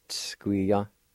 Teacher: You put a TS and the S sound kind of together, just a little hesitation in between